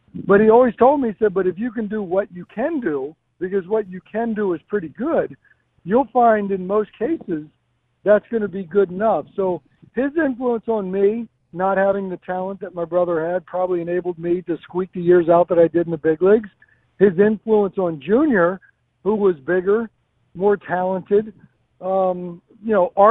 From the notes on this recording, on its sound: called in from Chicago and the All Star Festivities